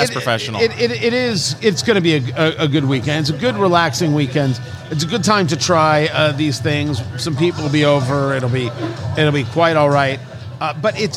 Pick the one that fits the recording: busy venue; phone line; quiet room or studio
busy venue